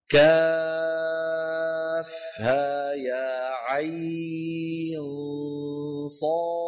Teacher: ونمد عين أربع حركات